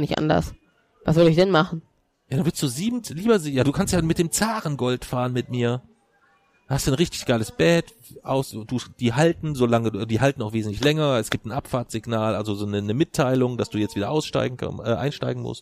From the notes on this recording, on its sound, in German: Im Hintergrund unserer Aufnahme sitzen 50 Russen und schauen Spanien gegen Russland anlässlich der WM 2018. Eine neue Folge aus dem Urlaub heraus.